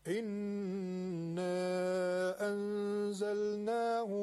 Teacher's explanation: نون مشدد، دو حرکت غنه داره · نون است که ساکن به حرف ز رسیده و اخفاء میشه، اونم دو حرکت کشش داره